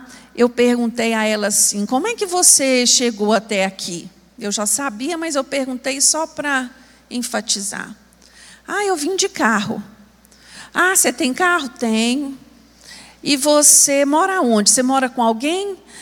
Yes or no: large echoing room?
yes